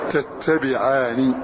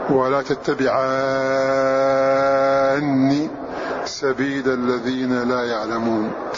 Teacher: بإشباع المد وتشديد النون · Shown in: second take